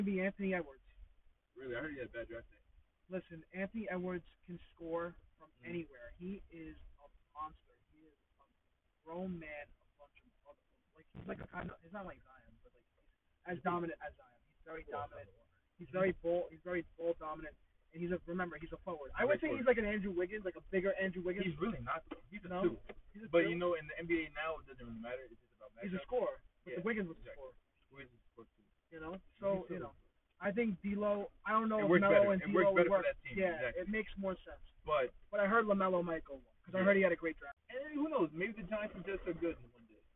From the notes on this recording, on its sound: Please excuse us for the audio we had an issue with the microphone and we advise you to turn up the volume when listening.